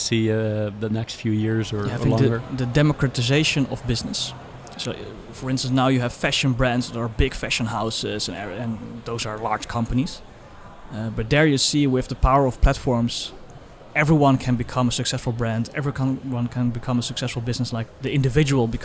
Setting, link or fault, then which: setting, busy venue